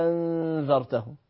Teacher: فيعمل للهمزة الثانية إبدال ويشبعها مع المد الطويل · Term: الإبدال